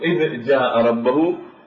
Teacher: فنقترب بالنطق بالذال إلى وسط الحنك كي يتقارب ويتماثل الصوتان · Term: إدغام الذال بحرف الجيم